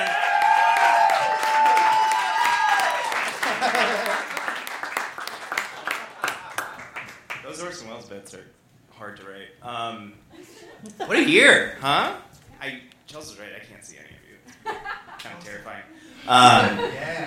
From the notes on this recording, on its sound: This was recorded on the main stage at the Beat Kitchen as part of our year six end celebrations, and what a show it was. We've also got a full house band playing some of our favorite songs of 2017!